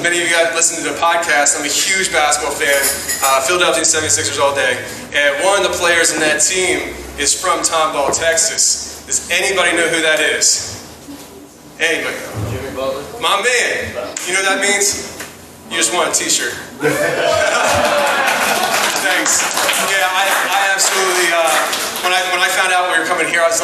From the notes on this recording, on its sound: LIVE In Houston, TX. We went to Houston for our first live show and here is the audio from it!